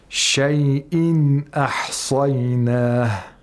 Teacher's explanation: We pronounce the nun sakina clearly, not with shadda. It's ikhfa. · Term: Ilhar